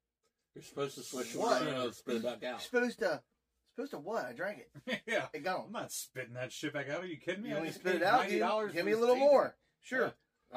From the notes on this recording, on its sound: WE are sorry for the audio this week